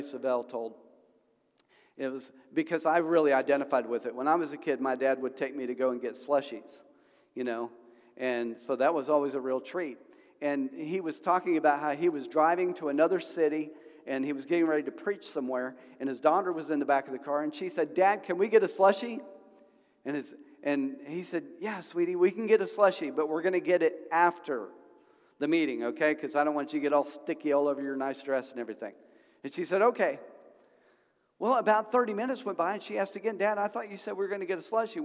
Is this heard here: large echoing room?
yes